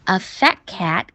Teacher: 一般我们的尾音有的时候会省略掉，比如说 fat cat 这种情况，fat 的 t 就不读，要省略出来